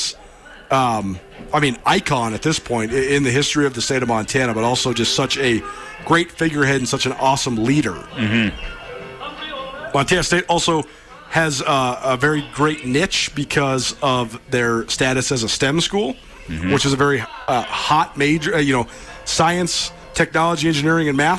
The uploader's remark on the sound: LIVE from Washington-Grizzly Stadium before the Montana spring game